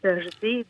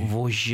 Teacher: Если мы это слышим, то, скорее всего, в песнях советского периода могут быть либо стилизованы, либо это просто старые записи. Тогда было принято произносить именно с мягким, долгим ж.